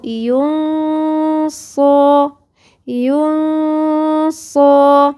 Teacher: الغنة بتجري بمقدار حركتين فمش بتخلي الحرف واضح كالحرف المشدد في الإضغام